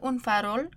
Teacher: El lugar donde se hace la F es labio dental, con el labio inferior metido entre los dientes. Cuando la N está antes de una F, el lugar donde se hace N cambia al labio dental, como la F.